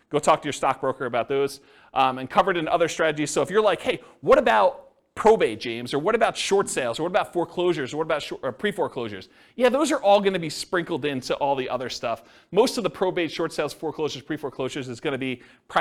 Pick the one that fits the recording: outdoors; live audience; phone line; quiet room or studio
live audience